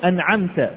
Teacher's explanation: ومن وسط الحلق تخرج العين المهملة